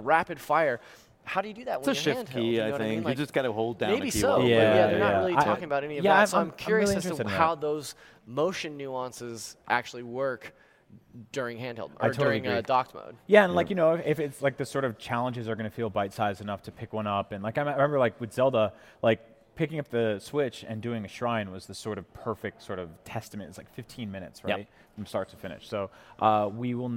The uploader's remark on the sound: Travelled to Cologne, Germany, to report back live from the annual mega-games convention, Gamescom. It's a shorter episode since it was recorded as part of our live show.